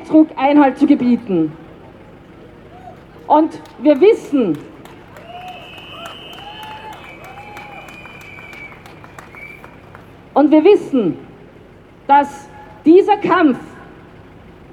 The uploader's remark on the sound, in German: Demo gegen Akademikerball am 16.2.2024 in Wien. Aufnahme aller Reden auf der Auftaktkundgebung vor der Uni Wien und der Abschlusskundgebung am Stephansplatz.